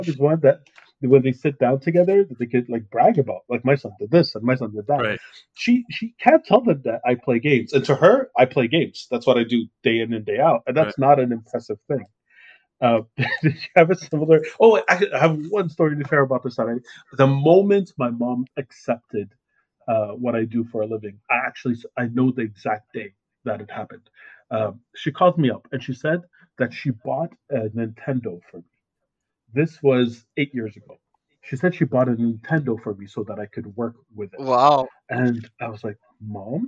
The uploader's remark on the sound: We had a bit of an issue with the recording this week, so please apologize the quality of the episode.